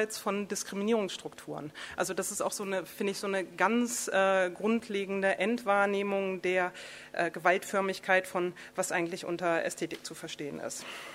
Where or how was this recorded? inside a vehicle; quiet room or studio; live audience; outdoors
live audience